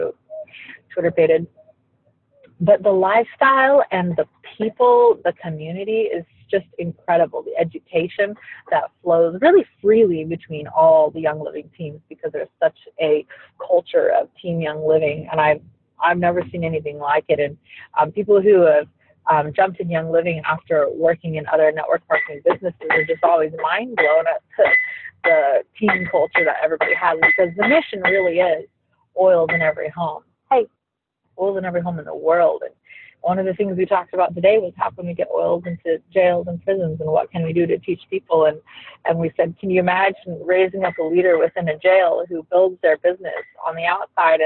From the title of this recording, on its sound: Recorded from the Car!!! (Sketchy Audio Quality)